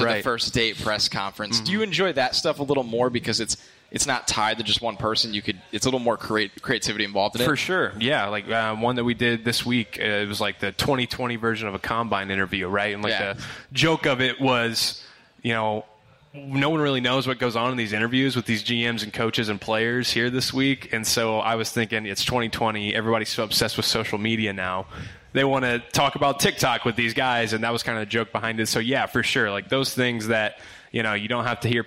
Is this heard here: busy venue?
yes